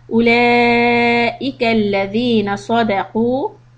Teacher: You had a مد متصل on أولئك and صدقوا. Again, it is not صدق.